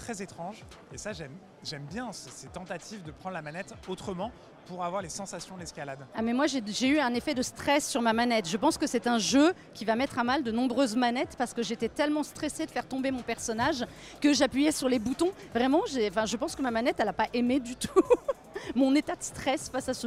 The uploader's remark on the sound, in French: En direct de la Gamescom 2023